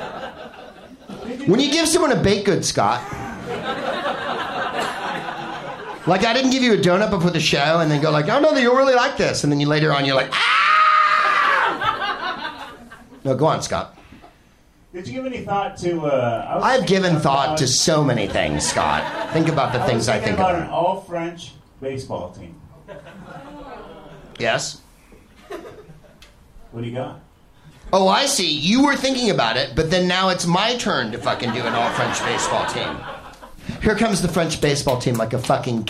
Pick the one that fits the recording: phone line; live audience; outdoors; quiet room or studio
live audience